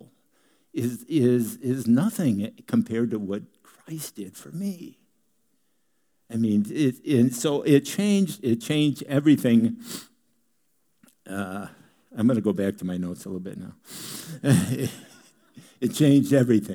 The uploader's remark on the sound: Delivered on 21 January 2018 at Grace Church of La Verne .